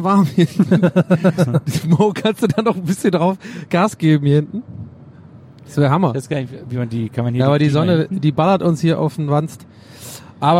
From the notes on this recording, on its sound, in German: Auf dem Weg zur nächsten Show haben wir dieses Mal eine Geisterbahn auf der Autobahn aufgenommen.